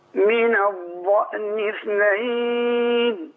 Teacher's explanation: مش هنطلع طرف لساننا عشان ما يجيش الضاد الضائية